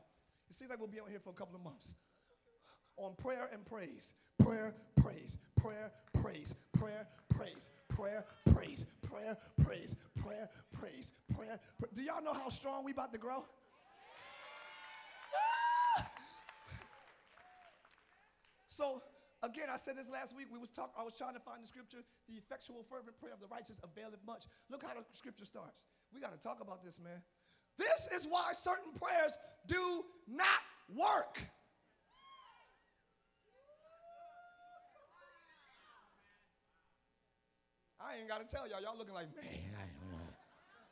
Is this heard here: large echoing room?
yes